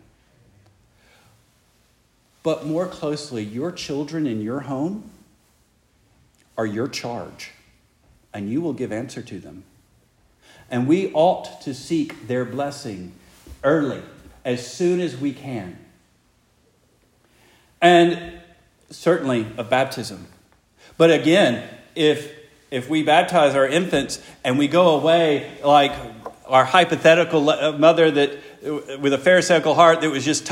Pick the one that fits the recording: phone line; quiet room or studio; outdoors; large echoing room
large echoing room